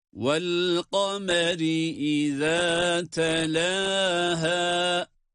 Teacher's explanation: Vel kameri derken kaf kalın, ra ince